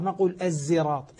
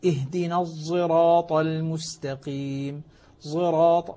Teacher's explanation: استعلاء الصاد واضح واضح الاستعلاء، وأيضا الإطباق في الصاد موجود · Shown in: second take · لكنها أخذت قال العلماء كأنما هي يعني ضاء العوام كما ينطق العوام في غير ذلك. · Term: الإشمام